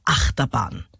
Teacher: Acht hat die Betonung, Terbahn ist hinten unbetont. · Term: Daktylus